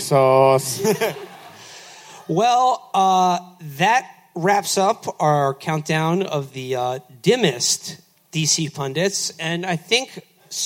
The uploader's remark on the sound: Live At DC's 9:30 Club. We had a magical evening in DC.